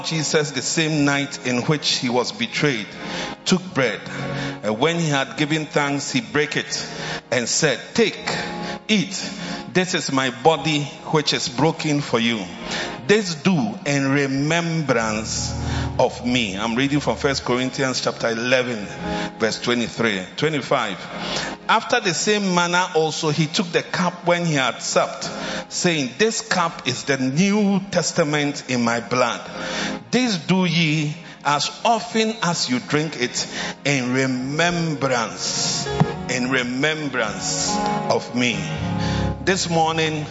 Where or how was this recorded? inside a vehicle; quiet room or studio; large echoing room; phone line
large echoing room